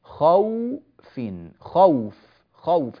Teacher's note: هذه الواو تسمى واو لين لأنها ساكنة وقبلها مفتوح